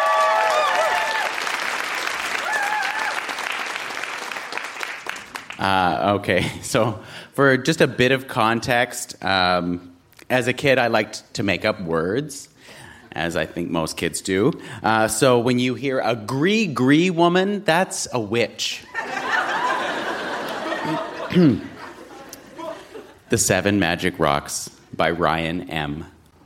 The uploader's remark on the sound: Recorded live at the Park Theatre in Winnipeg.